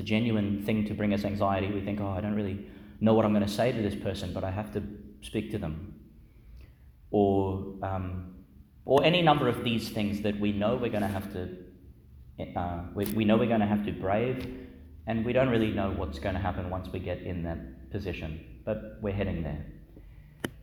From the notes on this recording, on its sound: Homily for Friday in the Fourteenth Week in Ordinary Time, delivered in Our Lady Star of the Sea Church, Gladstone, Qld.